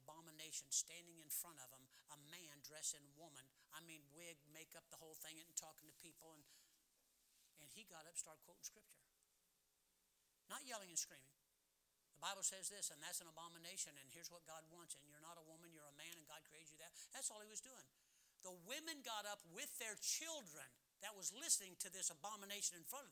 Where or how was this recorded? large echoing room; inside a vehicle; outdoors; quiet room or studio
large echoing room